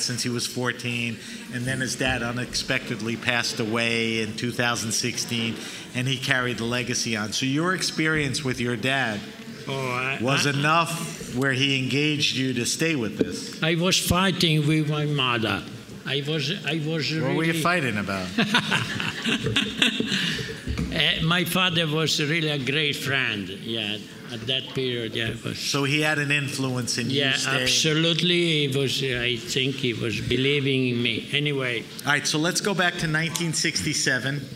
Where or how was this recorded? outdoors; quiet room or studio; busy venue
busy venue